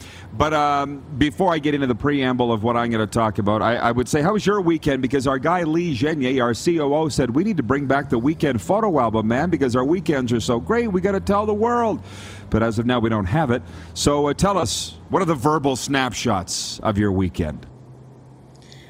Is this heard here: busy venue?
yes